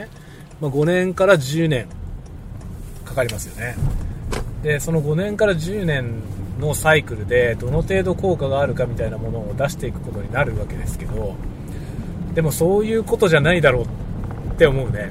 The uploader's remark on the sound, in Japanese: 仕事の移動でのドライブ中に収録したドライブ雑談です。使用マイク：TASCAM X6。